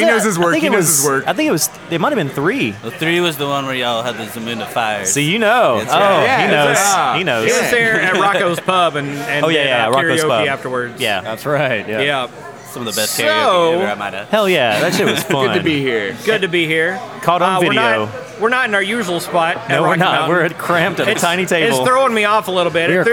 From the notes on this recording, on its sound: Recorded at Rocky Mtn Pizza in Atlanta, GA.